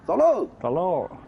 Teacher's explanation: 喽是通州的儿化音